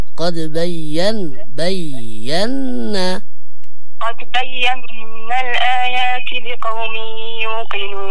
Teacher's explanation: الغنى عند النون المشددة، قد بينا وليس عند الياء